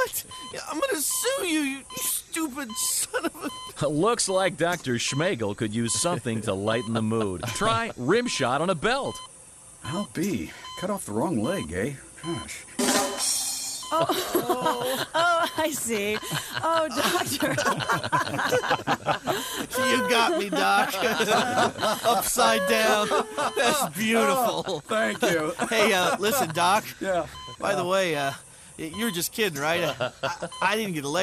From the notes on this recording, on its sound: Live from the Bourbon museum in Louisville.